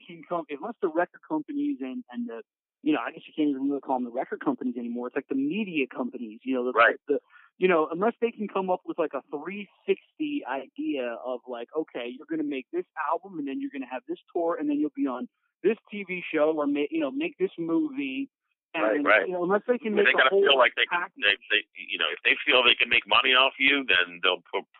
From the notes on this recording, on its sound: spending some time on the phone